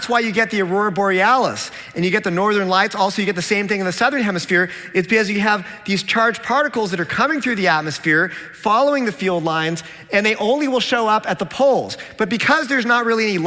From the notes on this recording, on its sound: a Q&A with his original audience